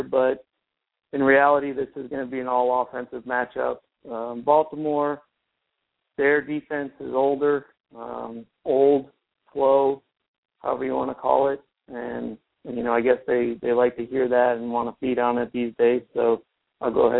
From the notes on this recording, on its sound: your calls and comments